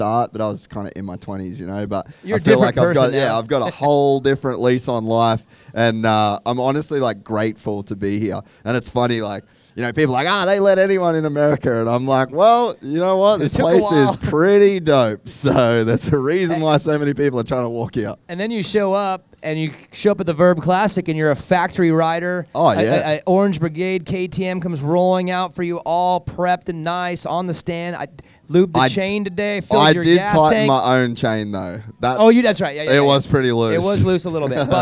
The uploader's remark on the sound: go live from the 2023 Vurb Classic at NxtLvl101